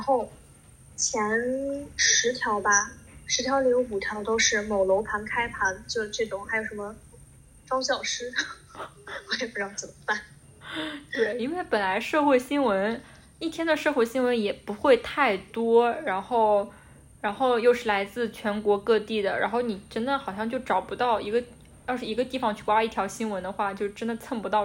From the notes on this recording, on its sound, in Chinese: 由于远程录制问题，本期节目音质十分糟糕，还请见谅。